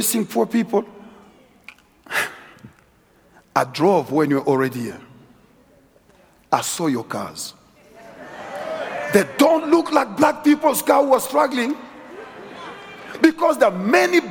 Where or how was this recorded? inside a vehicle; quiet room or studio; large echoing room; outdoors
large echoing room